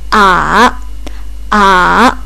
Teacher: 第三声の方は下に下がって少し上に上がる感じである